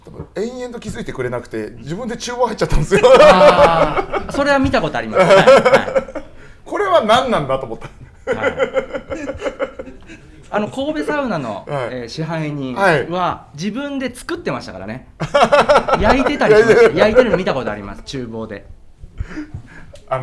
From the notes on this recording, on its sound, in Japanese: 今回もスナックぬれずきんを開催した際に行なった公開収録の模様をお届け！賑やかな収録になりました！